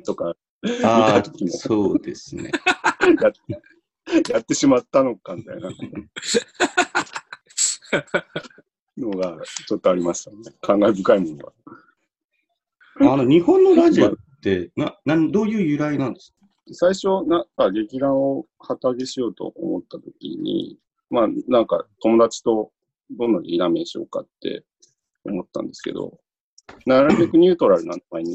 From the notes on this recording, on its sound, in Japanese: 収録地：それぞれの家（ZOOM収録）。